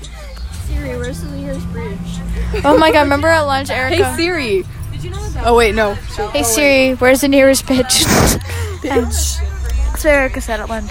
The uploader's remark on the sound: Recorded on a bus